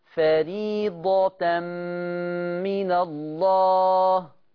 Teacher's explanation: خلي بالك الميم مشددة فهنجيب غنتها